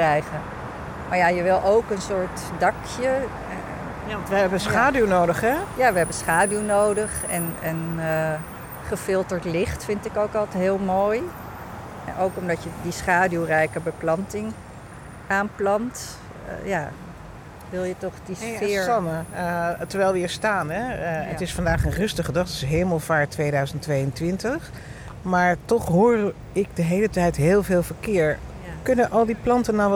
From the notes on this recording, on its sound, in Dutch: Knowledge Mile Wandeling. In deze aflevering wandelen we door het gebied.